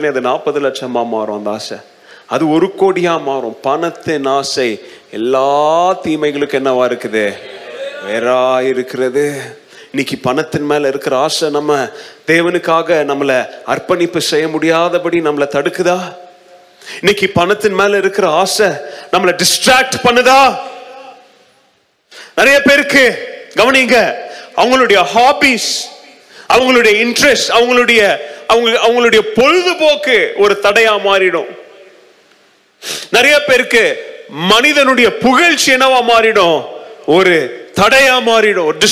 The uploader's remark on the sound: Mission Sunday Second Service Sermon Live